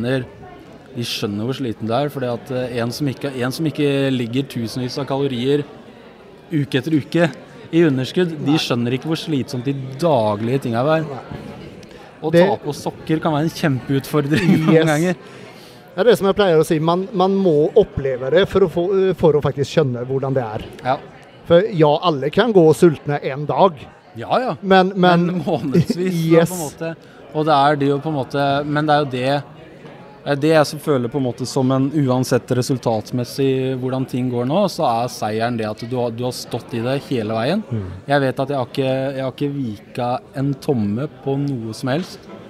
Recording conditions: busy venue